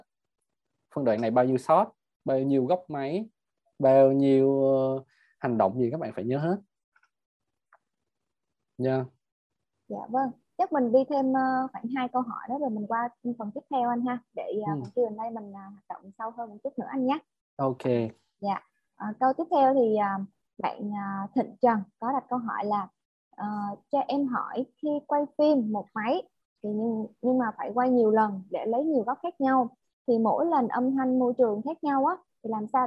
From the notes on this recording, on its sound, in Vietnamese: Nội dung âm thanh này đã được Arena Multimedia ghi âm lại từ nền tảng ứng dụng Zoom trong sự kiện Online Talkshow